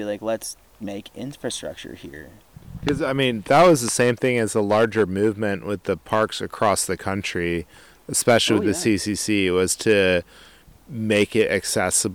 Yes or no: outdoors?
yes